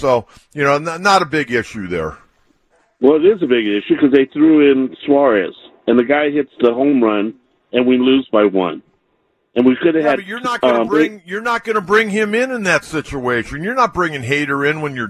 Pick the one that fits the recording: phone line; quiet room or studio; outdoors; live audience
phone line